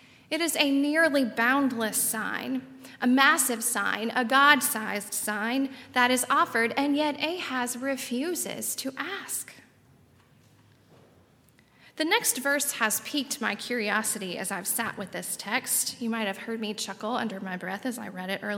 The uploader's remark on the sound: At Highland Baptist Church.